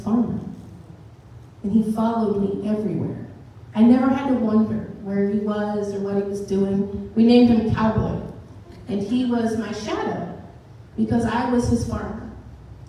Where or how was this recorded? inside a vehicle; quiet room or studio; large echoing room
large echoing room